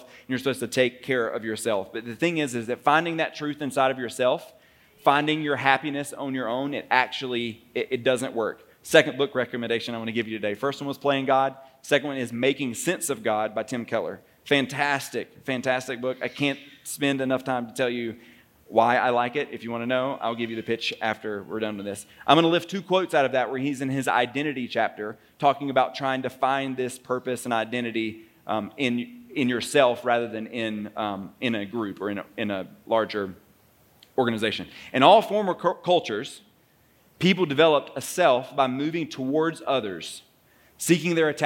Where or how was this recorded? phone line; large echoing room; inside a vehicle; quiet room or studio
large echoing room